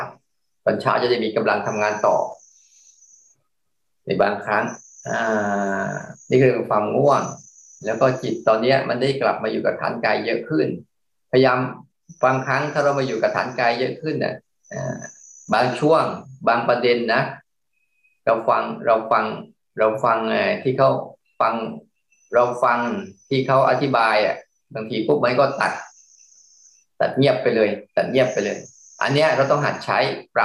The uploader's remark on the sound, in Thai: คอร์สออนไลน์ (ผ่านโปรแกรม Zoom)